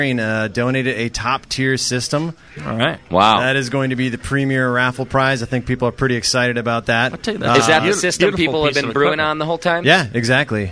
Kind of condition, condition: setting, busy venue